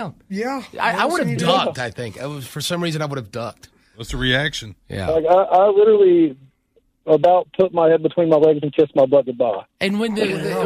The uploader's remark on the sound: OPEN PHONES